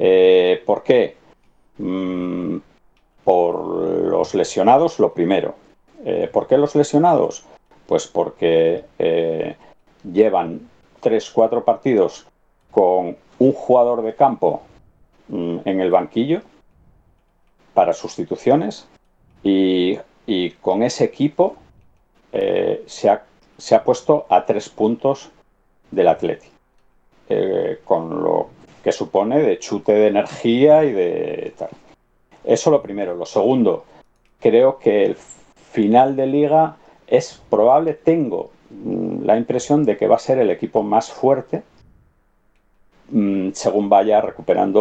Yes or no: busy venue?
no